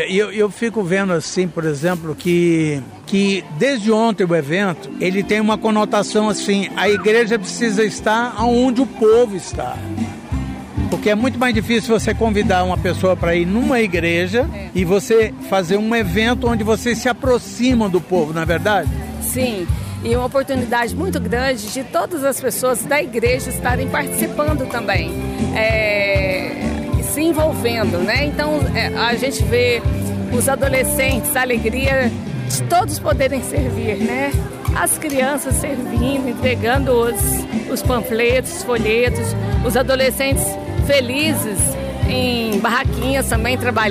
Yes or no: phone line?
no